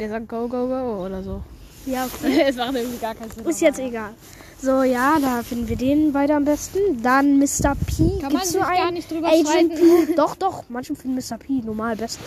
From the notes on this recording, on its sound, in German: Wir haben draußen aufgenommen sorry für Hintergrundgereusche.